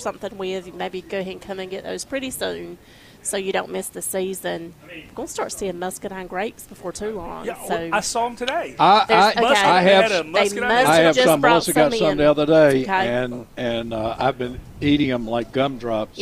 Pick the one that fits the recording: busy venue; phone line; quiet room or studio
busy venue